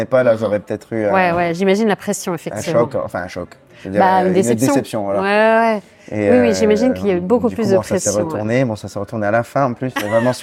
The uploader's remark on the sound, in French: L'interview a été enregistrée le 9 novembre 2023 au Café Janine à Paris (3è).